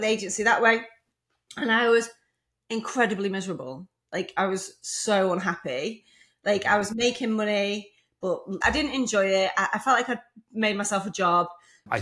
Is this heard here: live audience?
no